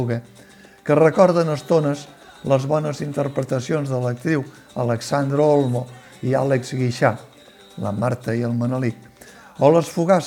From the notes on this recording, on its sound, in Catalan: Teatre Municipal de Girona, Festival Temporada Alta